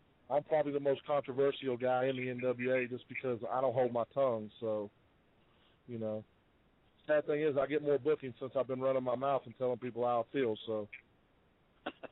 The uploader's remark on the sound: We got a phone call